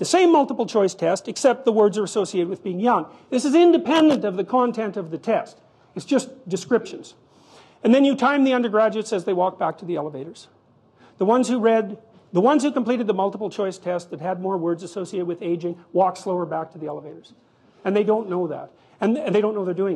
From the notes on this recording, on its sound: This public lecture, recorded by TVO